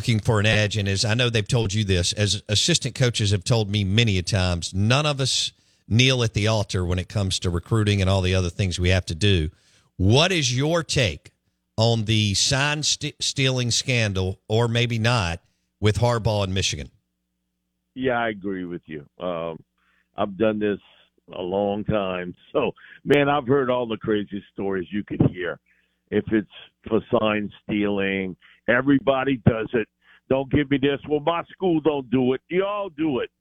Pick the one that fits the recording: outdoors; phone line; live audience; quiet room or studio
phone line